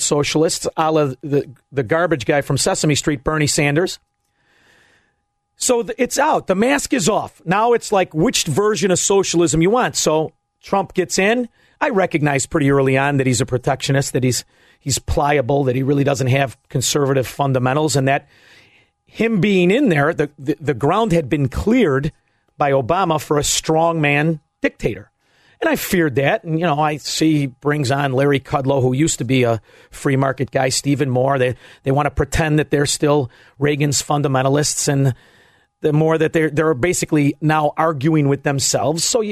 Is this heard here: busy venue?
no